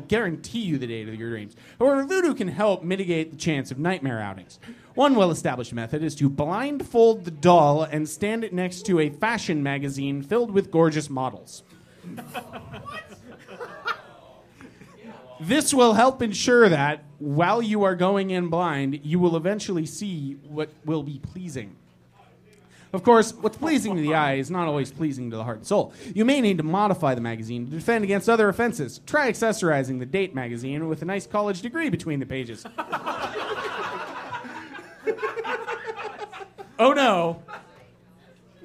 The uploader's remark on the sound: F Plus Live 2. In our second live show.